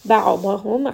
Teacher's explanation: ayn is going to be from the middle of the throat. It also has the wasut, so allow that to kind of roll around in the throat and properly say this letter.